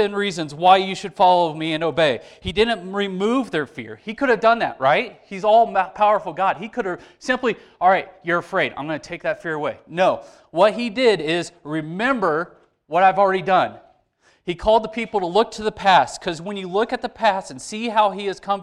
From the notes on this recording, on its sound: Sermon delivered to church on 9/11. We had to edit out some of the audio for copyright reasons.